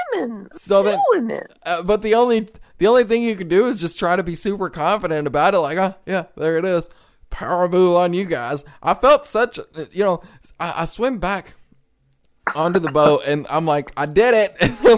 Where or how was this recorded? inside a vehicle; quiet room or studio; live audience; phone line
quiet room or studio